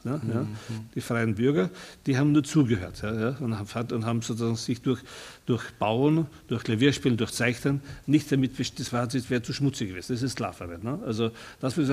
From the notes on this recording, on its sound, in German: Mitschnitt vom Festival LAW: Liebe Arbeit Wissen im ZKM_Zentrum für Kunst und Medientechnologie in Karlsruhe am 26.09.2009.